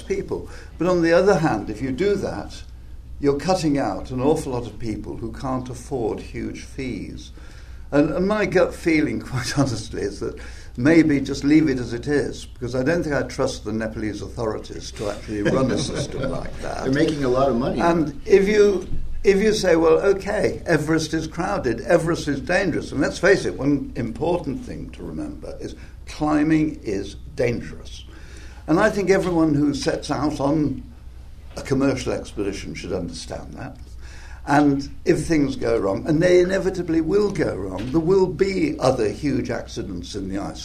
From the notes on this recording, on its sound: From 2015 AAC Benefit Dinner. In this recorded interview.